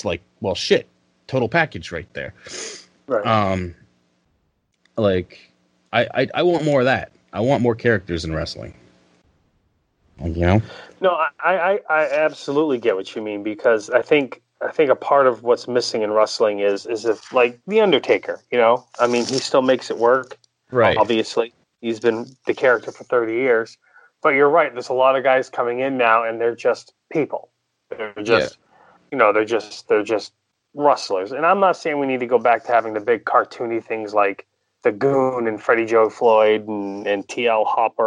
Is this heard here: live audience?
no